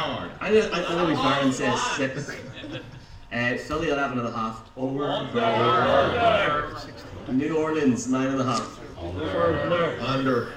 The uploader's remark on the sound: The Mac Theatre, Belfast for our biggest ever event. SORRY FOR THE AUDIO QUALITY.